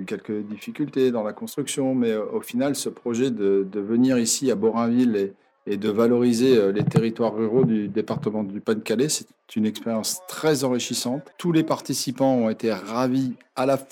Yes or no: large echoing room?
no